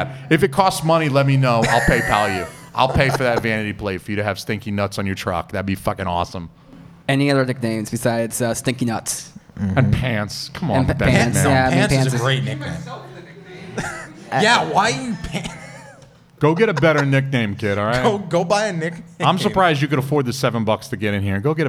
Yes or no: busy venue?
yes